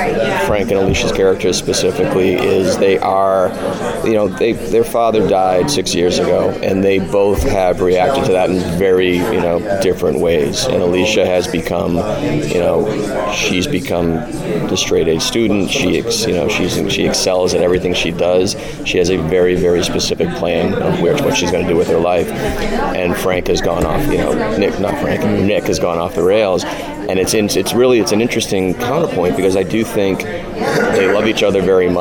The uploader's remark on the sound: Taped at San Diego Comic Con